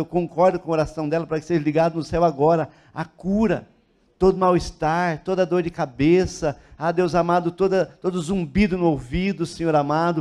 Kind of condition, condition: setting, large echoing room